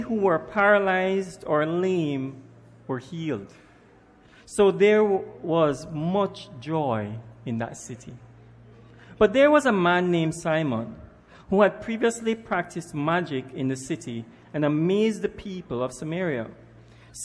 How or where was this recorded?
large echoing room